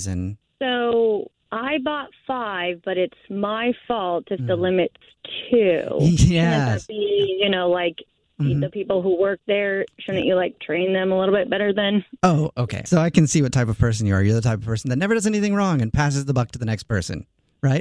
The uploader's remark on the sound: Calls woman to confront her. Makes his return to Phone Pranks.